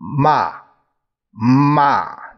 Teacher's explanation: 去声是一个高降调，就是高降调，由高，高声往下降，骂，骂，哎，哎，这个叫高调降调。古代